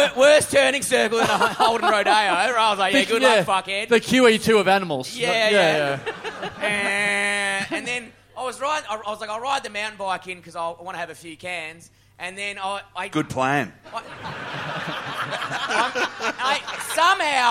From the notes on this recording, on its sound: Live! We're back in Adelaide, LIVE. In front of a red-hot crowd!